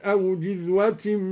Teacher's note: وقرأ أو جذوة من النار بكسر الجيم والكسر لغة